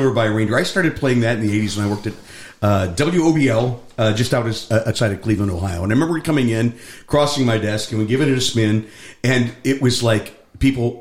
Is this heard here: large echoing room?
no